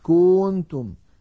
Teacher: الخطأ أن يمط ضمة الكاف فيقول مثلا كنتم.